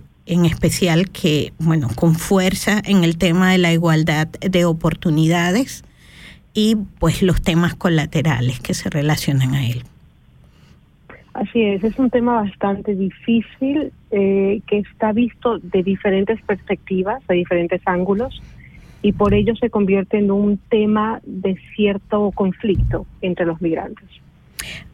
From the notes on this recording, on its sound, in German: In der Sendung kommen wichtige Akteurinnen des Frauenkampfes zu Wort, als Studiogast oder per Telefoninterview.